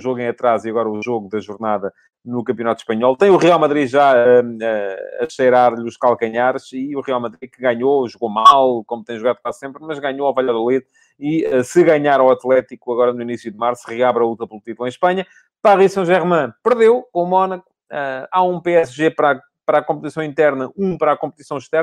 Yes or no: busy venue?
no